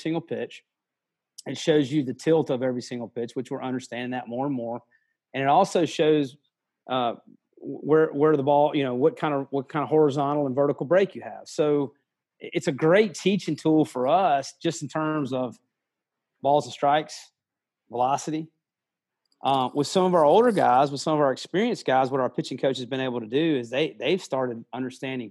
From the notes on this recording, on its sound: Sunday night Zoom call